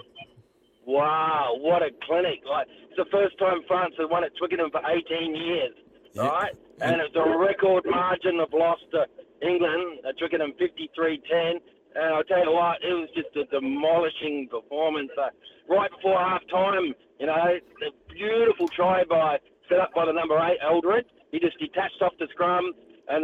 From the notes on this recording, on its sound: Hits the phone line to ask the listeners what their standout moments were from the weekend of sport.